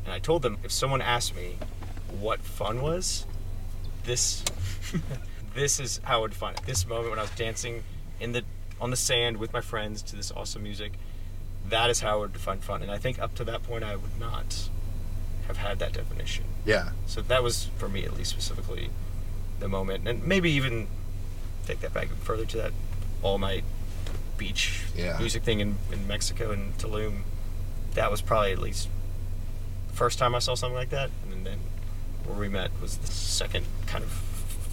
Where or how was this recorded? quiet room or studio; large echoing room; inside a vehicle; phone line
inside a vehicle